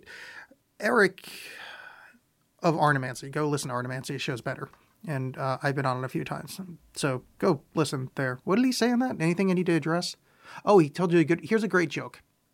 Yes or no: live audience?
no